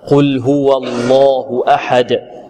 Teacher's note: فخم القاف ورقق اللام ورقق ماذا؟ الهاء والواو واللام لفظ جلال غلظها، ولكن التغليظ اللام هنا ما زال يحتاج إلى درجة.